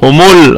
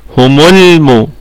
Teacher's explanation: لكن نرقق ونستفل باللسان على اللام · Shown in: second take · نقول همول هكذا.